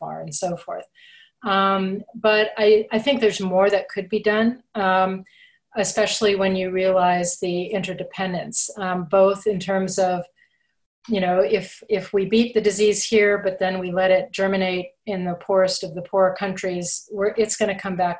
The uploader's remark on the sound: A virtual keynote discussion during the 2020 Future Strategy Forum.